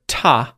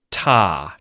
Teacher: So instead of ta, make sure that it is that long vowel sound, ah · Shown in: second take